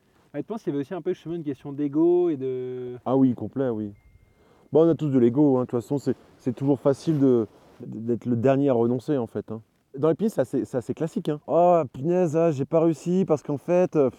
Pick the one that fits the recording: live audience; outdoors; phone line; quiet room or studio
outdoors